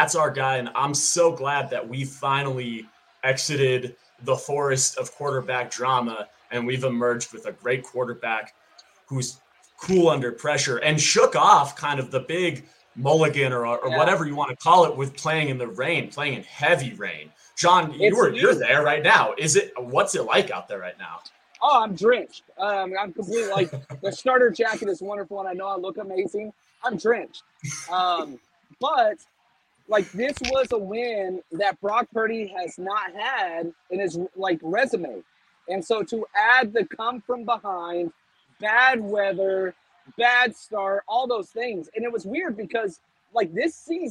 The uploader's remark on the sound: Live From Levi’s